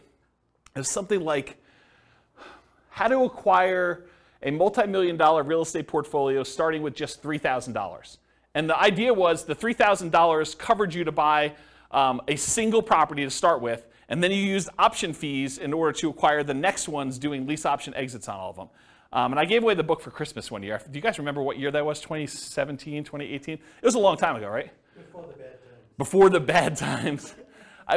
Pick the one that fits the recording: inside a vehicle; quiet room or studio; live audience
live audience